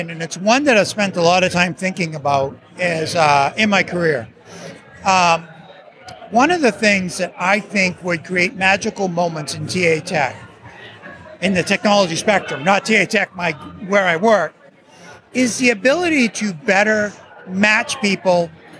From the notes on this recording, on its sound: This special episode was recorded at the first ever Recruiting Future Podcast live event at the HR Technology Conference in Las Vegas. I was blown away by how many people came along.